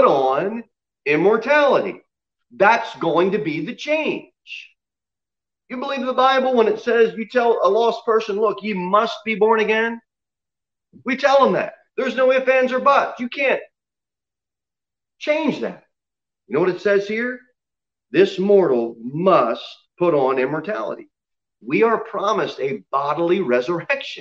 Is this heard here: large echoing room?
yes